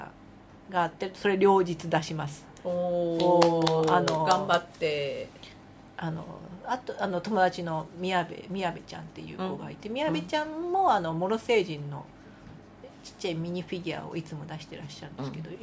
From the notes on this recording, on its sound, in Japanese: 今回もゲストを求めての自分の家ではないので若干雑音が入りますが許してください。